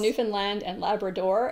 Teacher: It's called Newfoundland and Labrador, and they both get final stress.